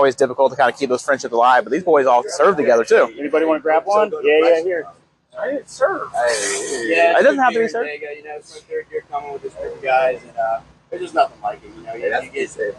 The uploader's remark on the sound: LIVE from Talladega